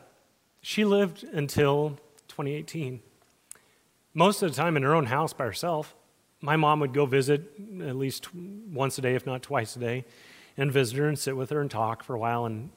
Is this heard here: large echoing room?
yes